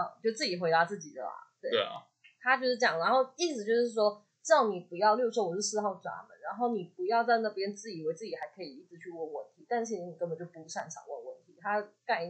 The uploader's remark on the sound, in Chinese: 本集因錄製時忘記轉換麥克風，音質不太好，敬請見諒～（這集已經重錄兩次啦）。